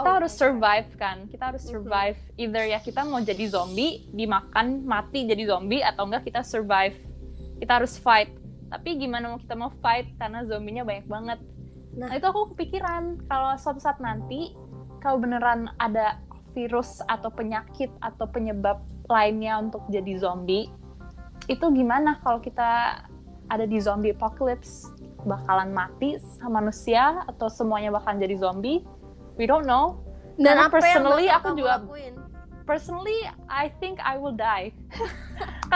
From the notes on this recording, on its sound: I am so sorry for the dramatic backsound bcs i have no idea since i just want to publish this podcast as soon as possible.